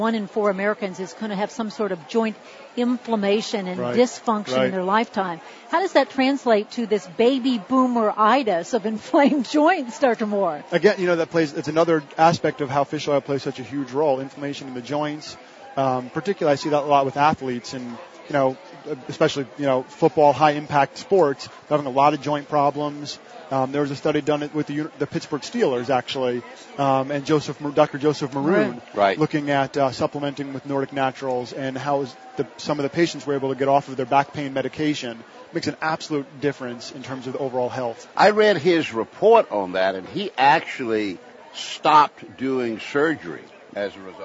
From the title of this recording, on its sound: Live from Expo East in Baltimore, MD